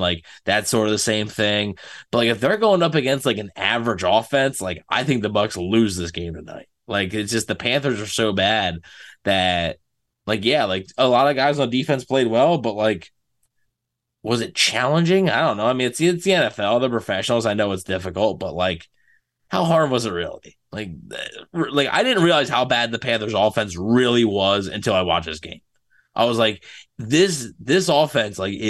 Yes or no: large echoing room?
no